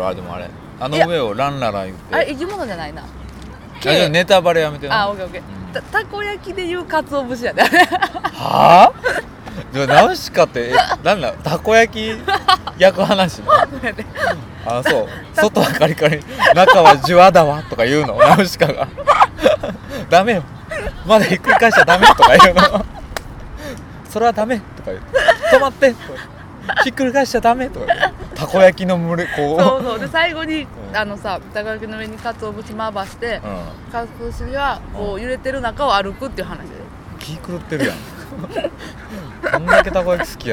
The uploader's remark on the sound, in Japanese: 屋外での収録ですのでお聞き苦しい点もあるかもしれませんが